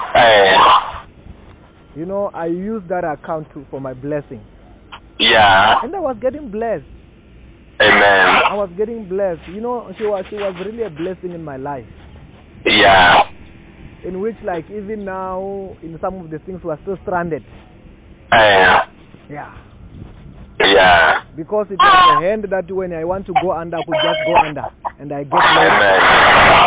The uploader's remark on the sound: Healing over the phone.